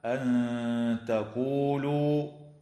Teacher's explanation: تخفى النون الساكنة عند التاء مع الغنة مرققة